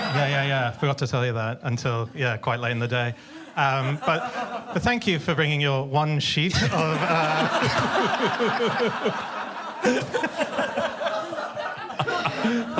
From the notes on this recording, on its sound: recorded over the summer at the Soho Theatre in London